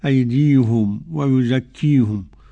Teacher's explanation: قرأ يعقوب رضي الله عنه بضم الهاء